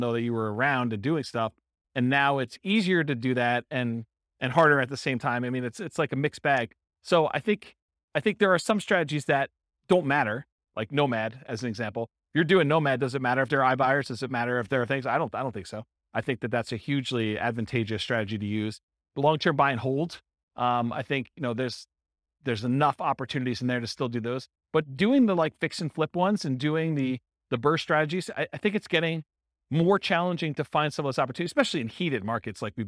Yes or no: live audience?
yes